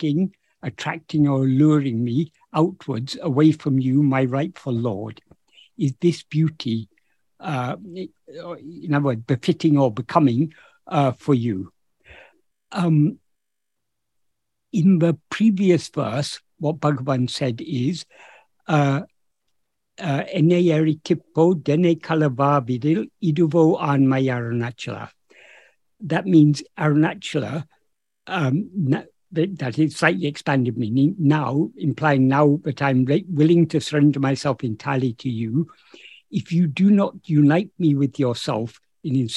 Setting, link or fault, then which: link, video call